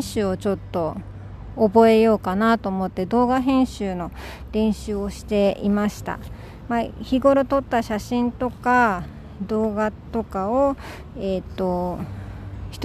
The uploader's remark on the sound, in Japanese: 今日はお昼休みに初めて外での収録をしてみました！